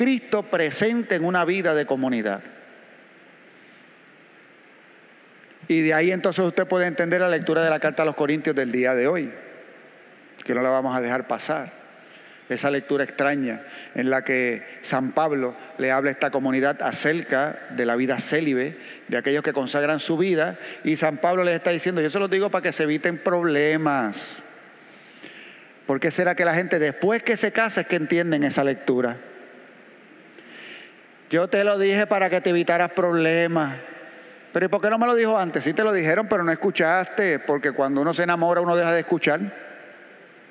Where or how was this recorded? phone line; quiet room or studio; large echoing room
large echoing room